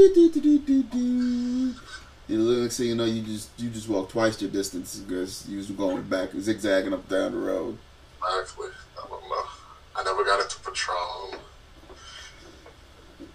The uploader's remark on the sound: Sorry for all the noise I didn’t realize the mics were so sensitive.